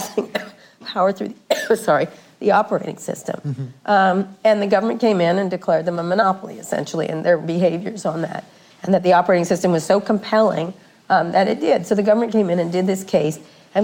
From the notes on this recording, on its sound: In front of a live audience at the University of California, Berkeley's journalism school.